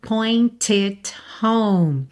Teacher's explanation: você não precisa fazer esse T marcadinho